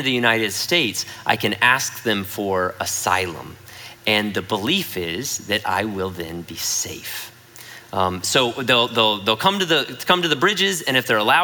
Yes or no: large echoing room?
yes